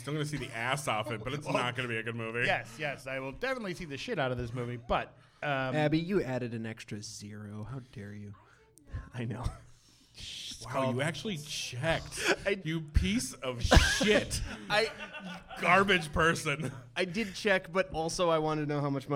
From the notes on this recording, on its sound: Here is the recording from B3E's live broadcast from DIE LAUGHING 6, hosted by Fearless Comedy Productions. It was 730 in the morning and we were drinking large Irish coffees.